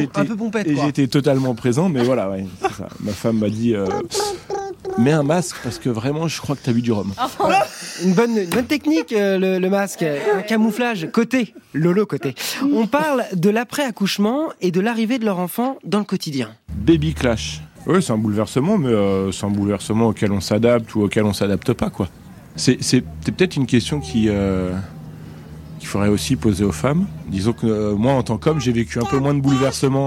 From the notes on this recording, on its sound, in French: On discute dans la rue pour ZoomZoomZen.